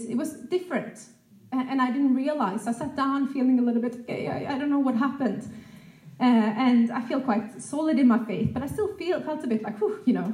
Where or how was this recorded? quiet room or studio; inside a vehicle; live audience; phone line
live audience